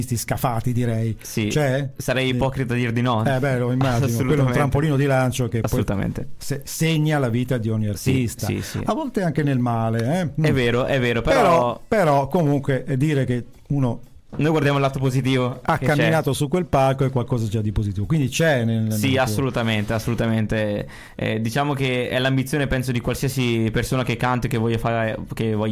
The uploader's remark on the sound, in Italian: Podcast dell'intervista telefonica